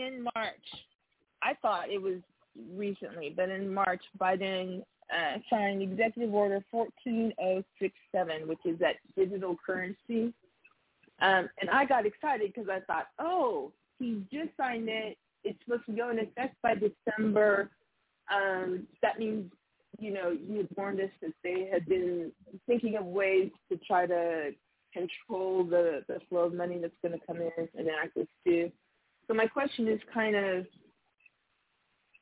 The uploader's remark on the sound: TNTSuperfantastic Conference Call